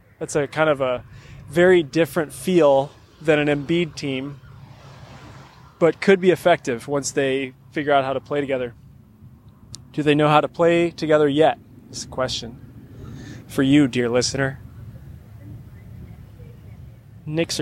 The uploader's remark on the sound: Live from across the street from the Chase Center